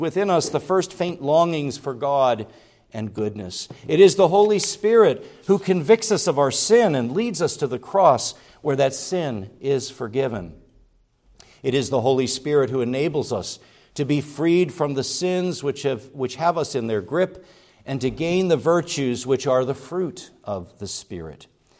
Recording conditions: large echoing room